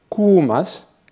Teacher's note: L'intonation douce implique une première partie à ton bas, puis l'élévation du ton sur la seconde partie.